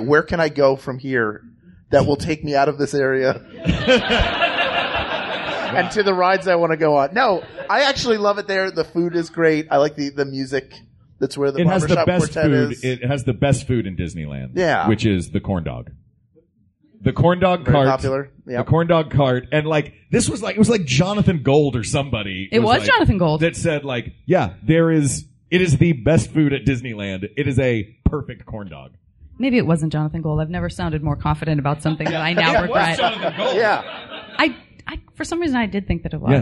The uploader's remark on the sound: LIVE at Dragon Con.